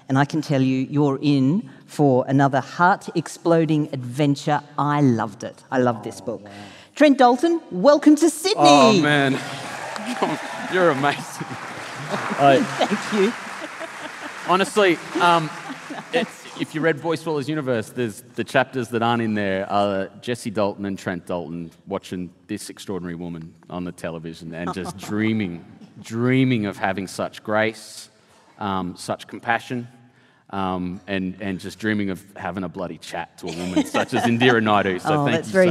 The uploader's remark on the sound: This episode was recorded at a special Sydney Writers' Festival event in October 2023.